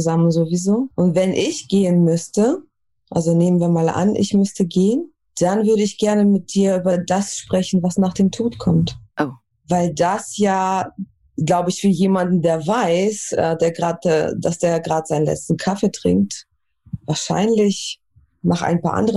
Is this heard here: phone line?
no